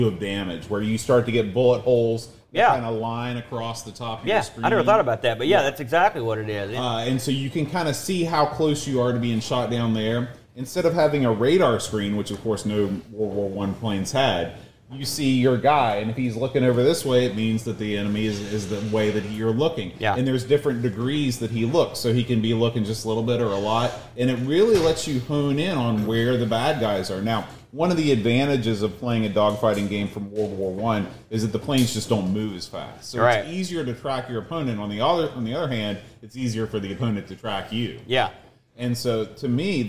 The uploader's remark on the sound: LIVE from Boatfest 2023